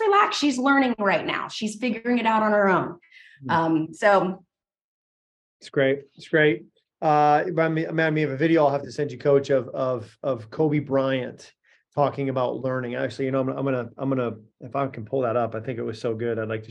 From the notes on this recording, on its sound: In this live 55min group coaching call.